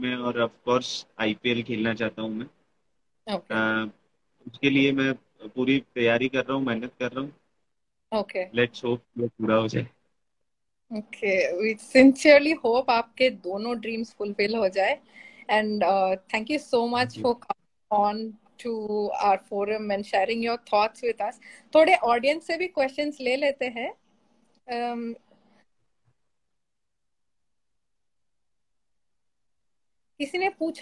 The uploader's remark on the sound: IDCF Special Instagram Live